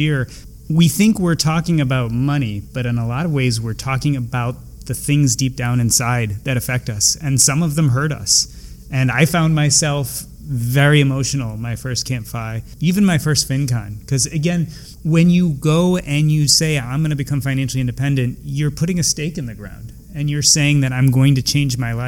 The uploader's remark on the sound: Attended CampFi Midwest and recorded in front of a live audience and asked 4 attendees why they attended CampFi.